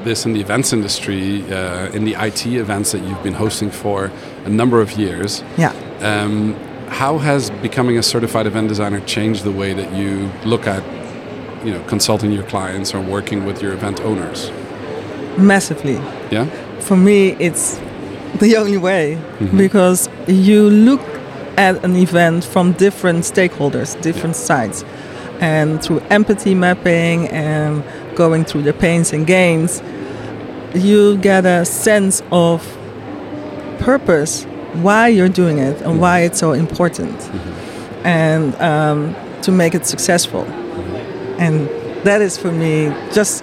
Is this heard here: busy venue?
yes